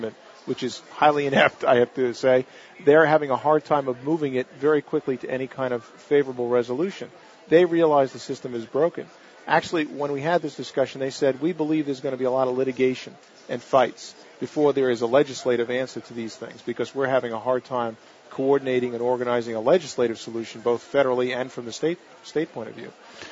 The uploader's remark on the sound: Live from Expo East in Baltimore, MD